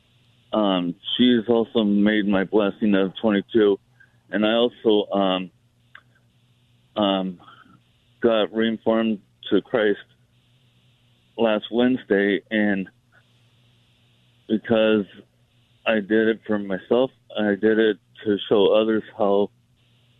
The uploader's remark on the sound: Open Phone Friday continues taking your calls on any topic.